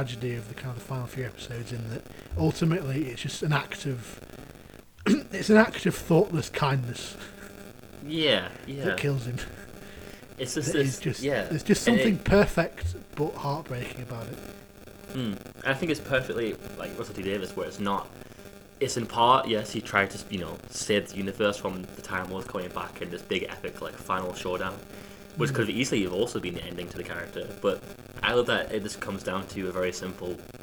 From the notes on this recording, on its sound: This week's episode is slightly marred by an unfortunate audio issue but we have decided to put it out anyway since we only realised after we'd recorded the whole thing.